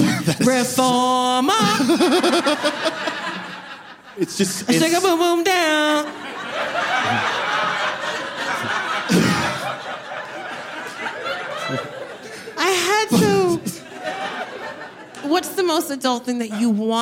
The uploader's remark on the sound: In this live episode of Adulting